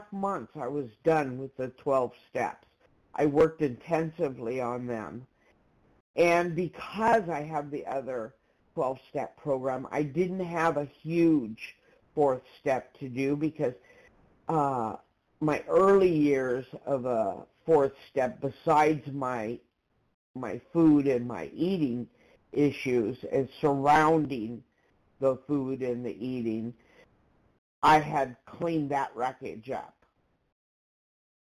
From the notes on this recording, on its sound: 100 Pounders Phone Meeting